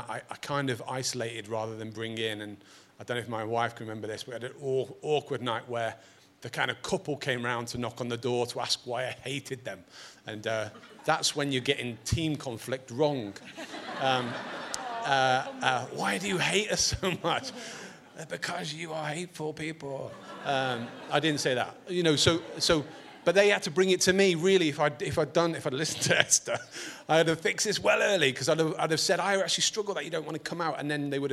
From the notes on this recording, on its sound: Recorded at Proximity 2019.